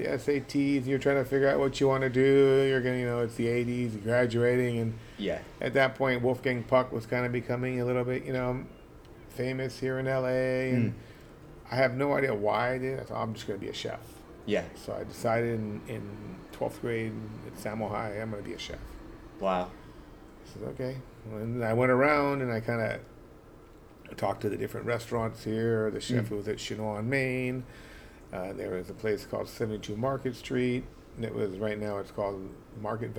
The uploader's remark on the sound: LIVE from Mélisse